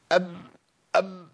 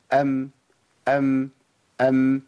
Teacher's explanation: تخرج الميم مع انطباق الشفتين، ولكن مش انطباق قوي · Shown in: second take